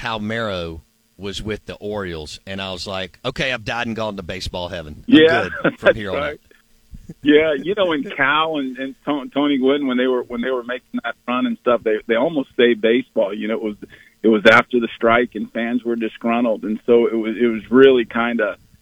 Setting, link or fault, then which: link, phone line